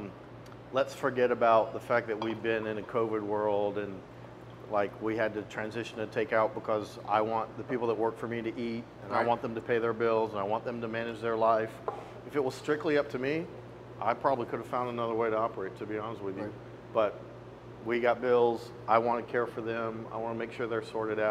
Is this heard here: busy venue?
yes